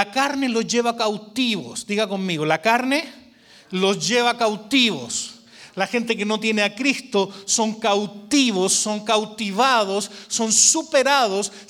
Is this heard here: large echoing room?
yes